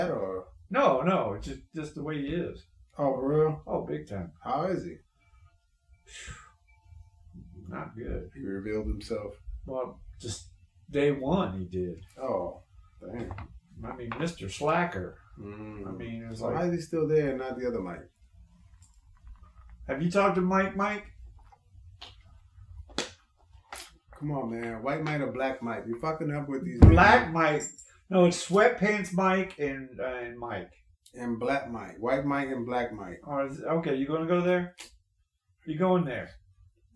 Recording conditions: poor sound quality